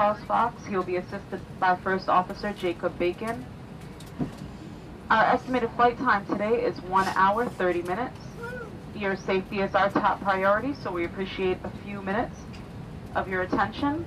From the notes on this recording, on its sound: Full Flight From Ft.Lauderdale To Cancun (Ambient Sounds, White Noise, Flight Sounds, Flight Announcements, Chatting). Listen to all the sounds from take off to landing.